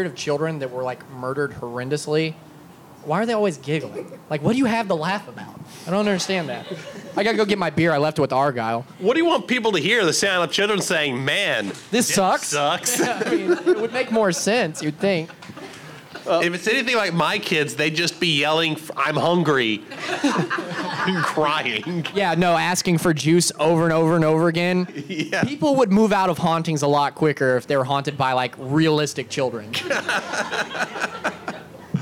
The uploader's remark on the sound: Halloween Live from Pour Brothers Brewery. Pour Brothers Brewery live show.